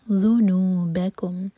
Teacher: ذال کے لیے زبان اوپر والے دانتوں کو ٹچ کرے گی اور تھوڑی سی ٹپ باہر ہوگی